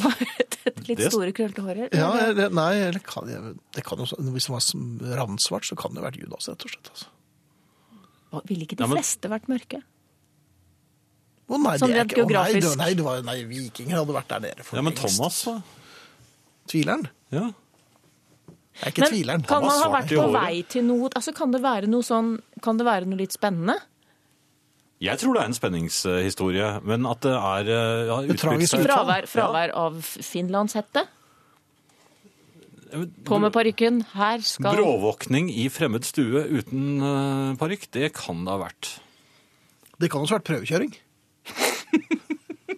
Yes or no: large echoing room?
no